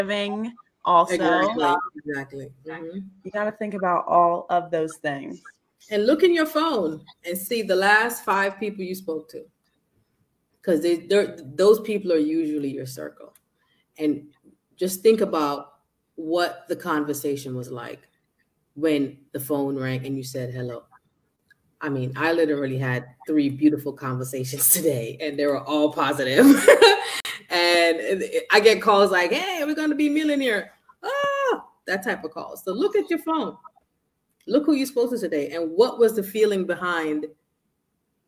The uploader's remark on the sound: SORRY about the echoing.